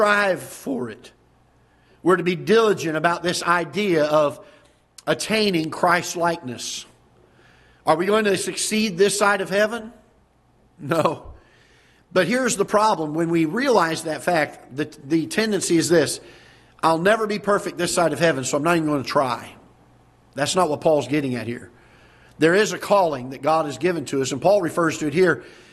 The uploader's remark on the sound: Ketha Heights Baptist Church ~ Live Broadcast